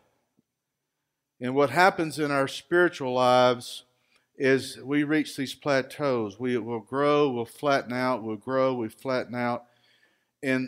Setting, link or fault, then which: setting, large echoing room